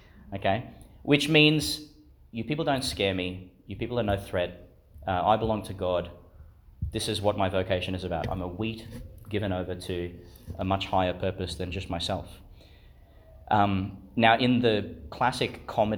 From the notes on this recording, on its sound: Homily for the Feast of Saint Lawrence, Deacon, Martyr, delivered in Chanel College Chapel, Gladstone.